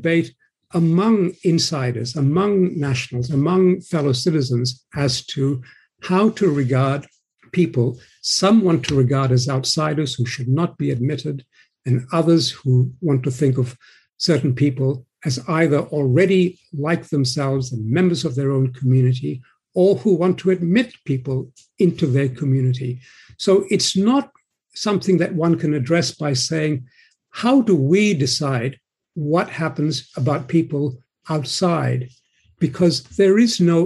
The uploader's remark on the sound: Today, we’re bringing you the audio from a recent webinar we co-hosted with the Classical Liberal Institute on the current immigration debate.